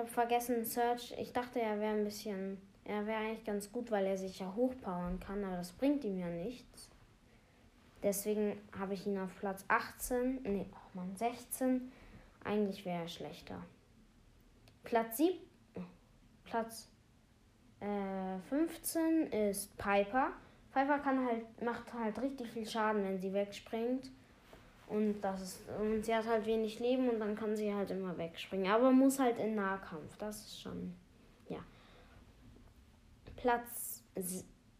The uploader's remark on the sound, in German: Sorry wegen den Nebengeräuschen.